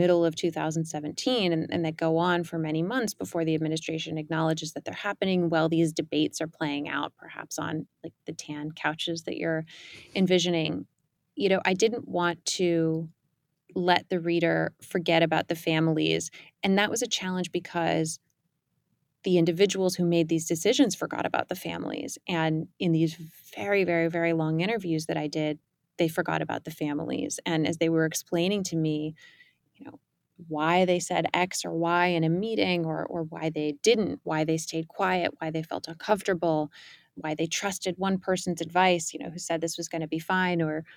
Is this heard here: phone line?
no